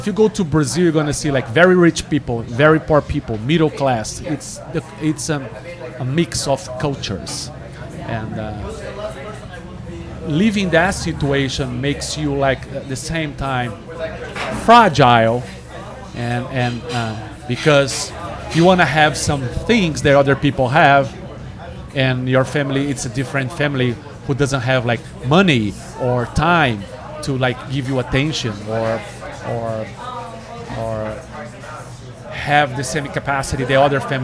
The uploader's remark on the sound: We recorded this podcast 100% on the fly. The restaurant turned into a podcast studio so please bare with me if the audio is not up to usual standard.